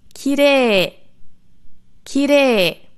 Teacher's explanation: Nach dem Re kommt ein I, das einfach nur das E von davor verlängert.